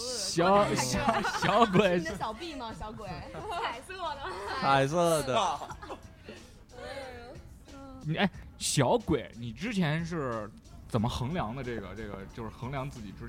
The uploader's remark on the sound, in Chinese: 感谢牛啤堂NBeerPub提供录音场地和酒水支持